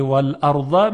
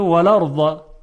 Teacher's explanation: به جای اینکه بگه والارض میگه والارض، خیلی راحت همزه رو حذف میکنه · Shown in: second take